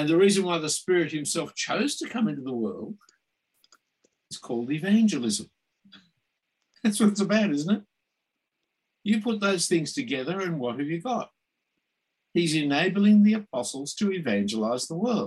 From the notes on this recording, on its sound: this term was online via Zoom